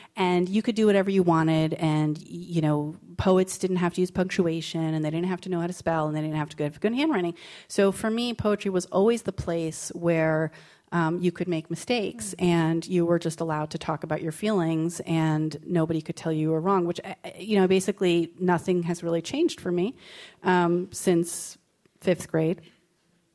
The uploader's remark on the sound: as part of the Seattle Arts & Lectures Poetry Series on November 14, 2016 at McCaw Hall